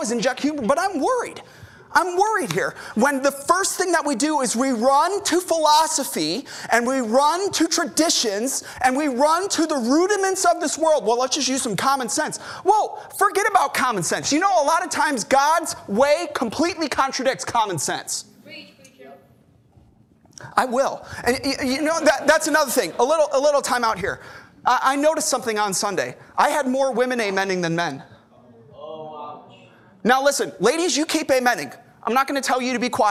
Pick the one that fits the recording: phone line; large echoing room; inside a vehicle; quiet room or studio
large echoing room